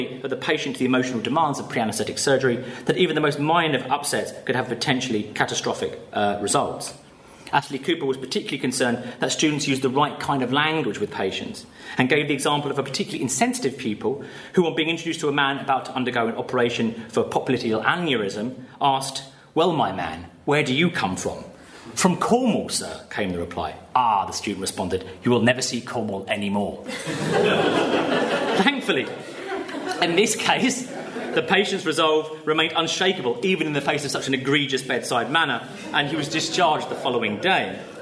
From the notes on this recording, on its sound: Paper given at the symposium